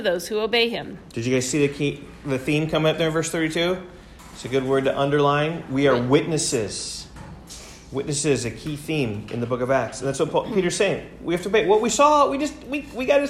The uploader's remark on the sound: recorded in class